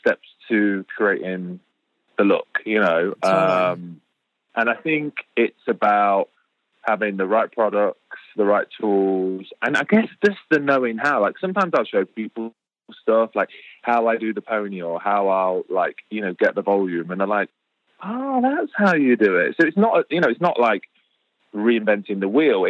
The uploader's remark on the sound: calls